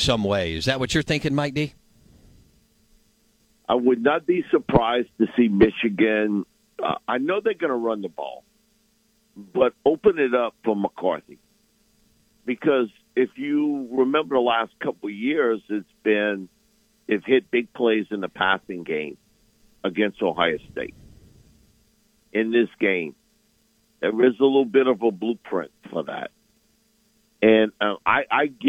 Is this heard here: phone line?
yes